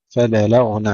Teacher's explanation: فبلغنا تخفيق اللام وتفخيم الغين مع سكونها ورخاوتها بدون قلقلة